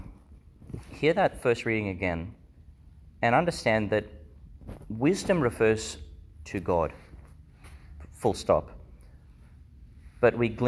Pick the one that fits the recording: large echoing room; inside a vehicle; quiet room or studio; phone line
large echoing room